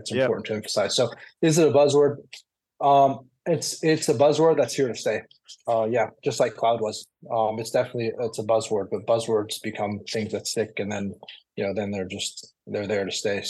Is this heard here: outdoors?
no